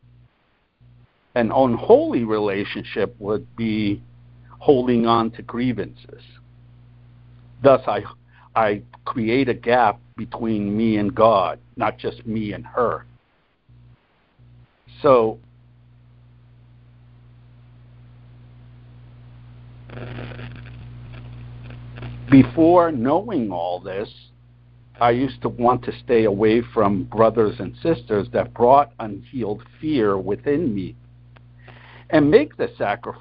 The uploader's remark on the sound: ACIM Daily Conference Call.